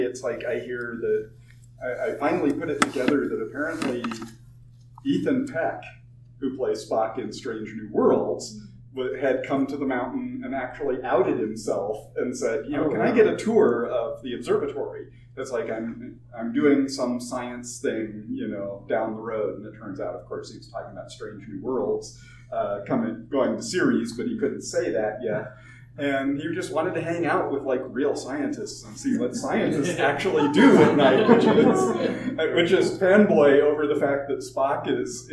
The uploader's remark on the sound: TusCon 50 Panel. Recorded live 11/11/2023 Saturday – Ballroom 1:00 pm 2:00 pm. What happens when you lock a bunch of creatives in a hotel for 3 days?